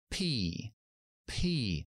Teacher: Es muy importante que detenemos ese aire y hacemos una explosión, pero sin voz. Activamos la voz en la I. · La P es una consonante bilabial, cerramos totalmente y no activamos la voz cuando lo pronunciamos.